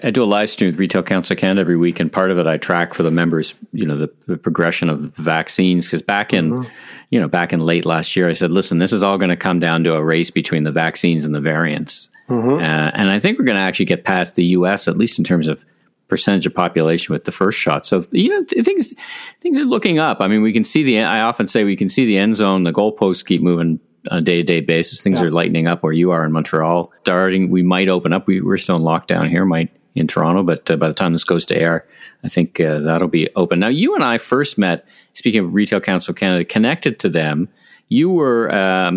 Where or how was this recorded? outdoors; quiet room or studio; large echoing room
quiet room or studio